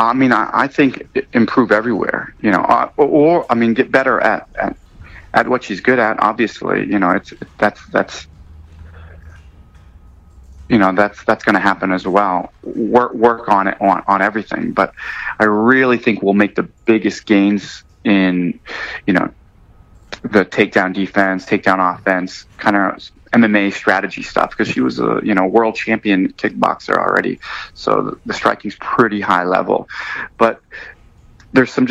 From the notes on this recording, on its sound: call into the show